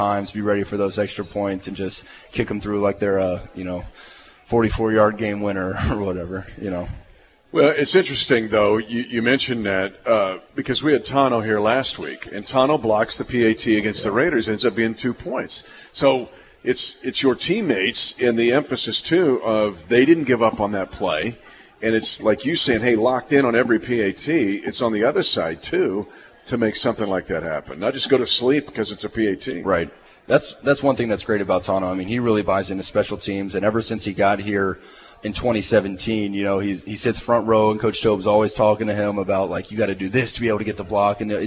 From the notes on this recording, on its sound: LIVE from Hy-Vee